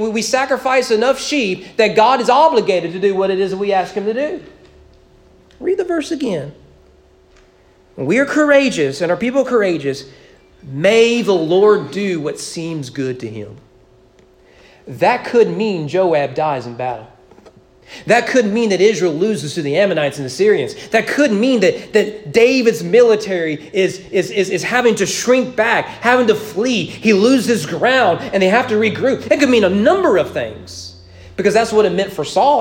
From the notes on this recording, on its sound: Sermon preached at East Frankfort Baptist Church on November 7, 2021 during morning worship.